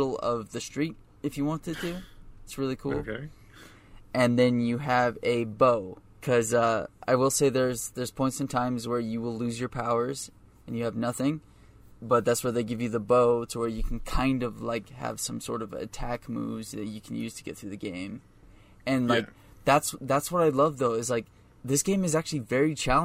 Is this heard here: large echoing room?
no